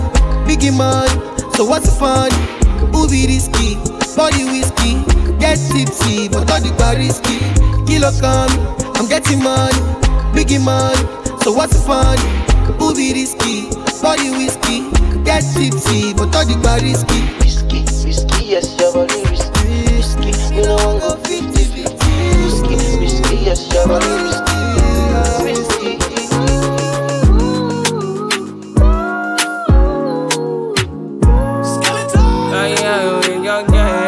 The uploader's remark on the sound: This Live audio was recorded at "XCAPE FRIDAYS" in The Dive located in St Lawrence Gap.